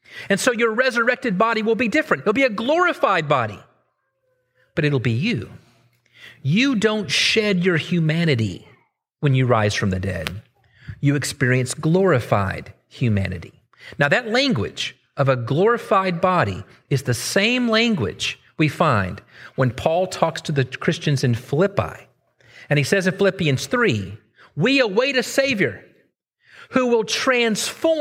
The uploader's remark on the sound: Originally preached at the West Side Church of Christ (Searcy, AR) on December 31, 2023.